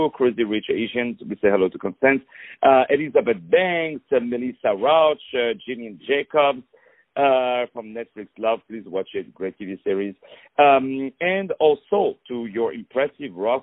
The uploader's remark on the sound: On the phone